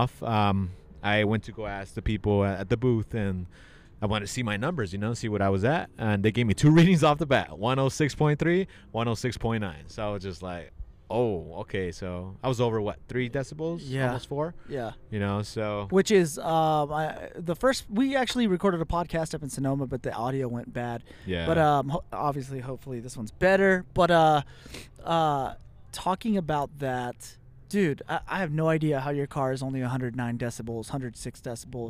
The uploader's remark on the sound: Coming to you live from the track side.